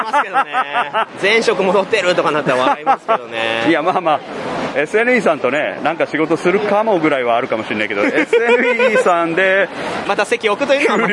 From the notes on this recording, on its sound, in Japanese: ゲームマーケット2022秋！会場インタビュースペシャル。録ってきました会場インタビュー50音源！！会場収録のため、騒音雑音が激しく入っております。